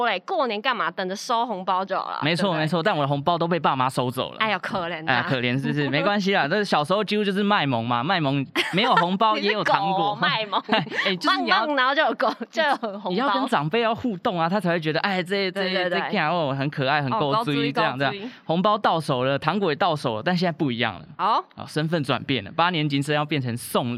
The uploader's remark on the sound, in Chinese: Soundon街頭播音室》。台北市年貨大街。再次感謝台北年貨大街，街頭播音室活動邀請！本集節目為當天（1/17）現場錄製。